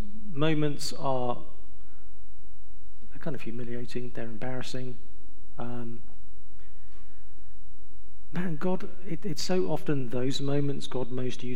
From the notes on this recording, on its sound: A one-night conference covering gender and sexuality from a biblical perspective. Responded to questions from the audience.